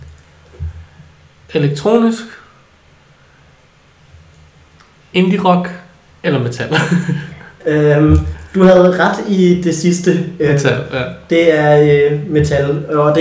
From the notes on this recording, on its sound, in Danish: Lydkvaliteten er ikke helt i top.